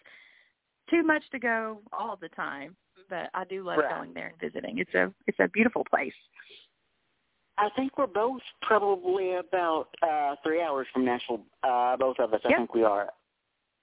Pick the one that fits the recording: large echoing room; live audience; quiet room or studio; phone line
phone line